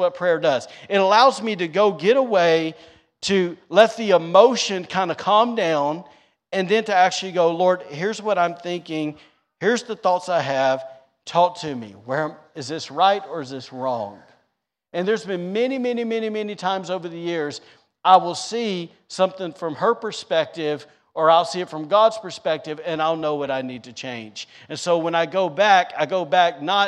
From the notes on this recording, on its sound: recorded on Sunday, July 3rd, 2022, during service at The Anchor Church in Rockport, Maine.